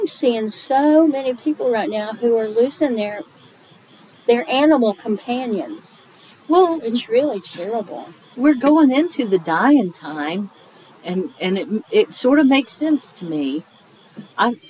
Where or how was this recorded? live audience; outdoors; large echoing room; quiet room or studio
outdoors